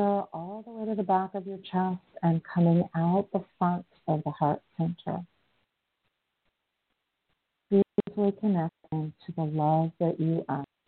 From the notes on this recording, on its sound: in response to callers' questions